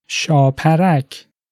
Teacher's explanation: The first A is long, while the second and third ones are short.